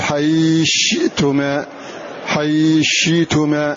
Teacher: حيث شئتما، فالثاء تضغم في الشين، فإذا ضمتها تقول حيشئتما، حيشئتما، تدغم هذه الثاء في الشين إضغاما كلية